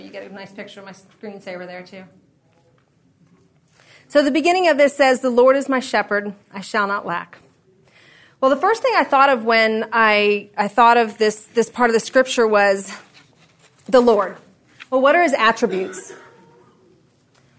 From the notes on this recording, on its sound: This episode is from Discipleship for Women, recorded at the National Disciple Making Forum.